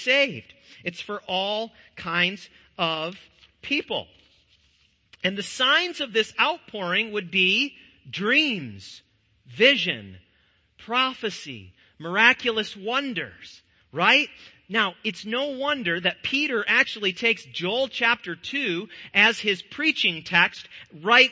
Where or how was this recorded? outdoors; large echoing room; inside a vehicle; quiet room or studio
large echoing room